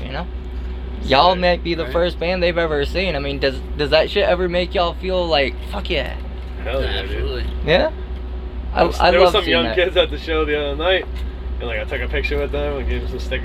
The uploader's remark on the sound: In their RV at the venue Elevation in Grand Rapids, Michigan. They are on The Still Panicking Tour.